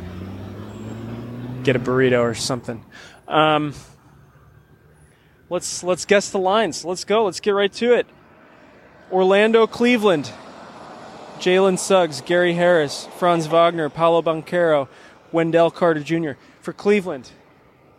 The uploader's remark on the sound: Live from across the street from the Chase Center.